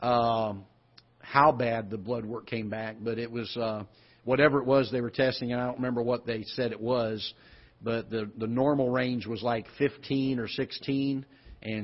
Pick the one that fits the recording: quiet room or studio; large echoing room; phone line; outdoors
large echoing room